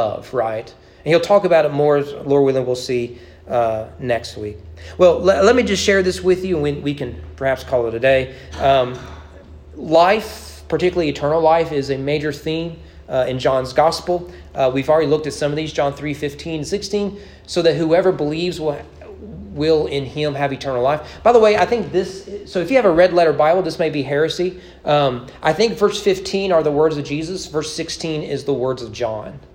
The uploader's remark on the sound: Sermon preached at East Frankfort Baptist Church on August 8, 2022 during evening worship.